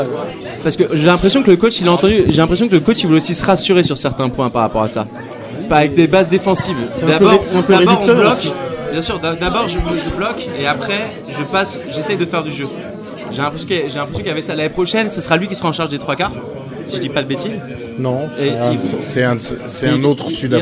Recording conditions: busy venue